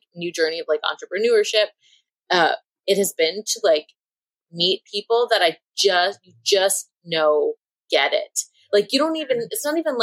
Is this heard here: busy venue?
no